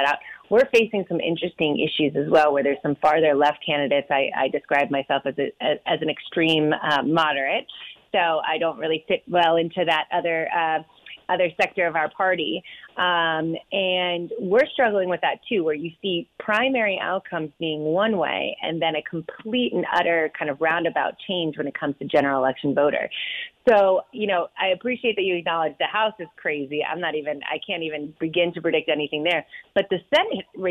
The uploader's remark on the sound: calls from Washington